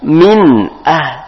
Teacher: nun mati ketemu huruf hamzah maka dibaca izhar, dibaca jelas